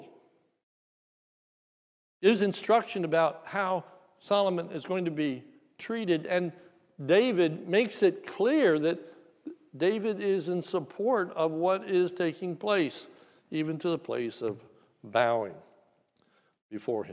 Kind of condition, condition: setting, large echoing room